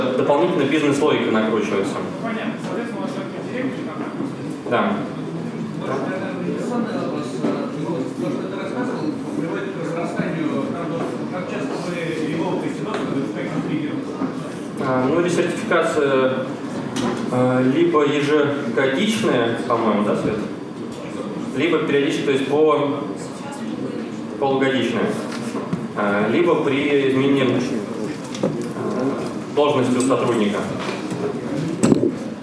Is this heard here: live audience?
yes